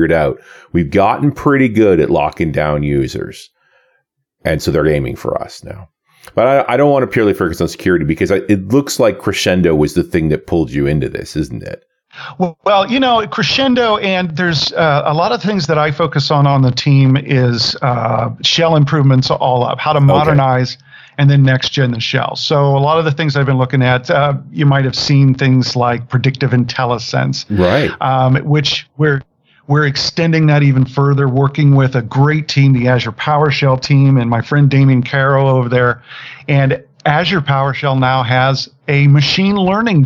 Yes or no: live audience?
no